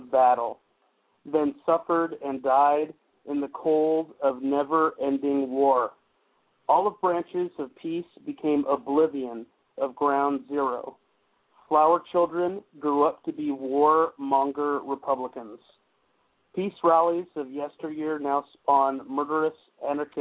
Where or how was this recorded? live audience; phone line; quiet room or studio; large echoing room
phone line